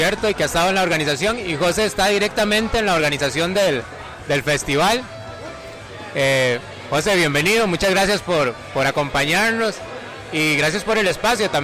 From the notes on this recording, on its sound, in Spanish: El episodio se graba en la fiesta pre-finca fest, con la participación de los organizadores del festival y algunas de las bandas que estarán presentándose en la 5ta edición del Finca Fest.